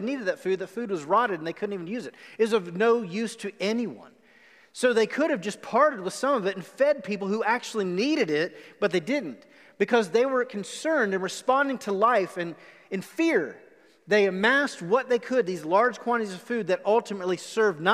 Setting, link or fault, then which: setting, live audience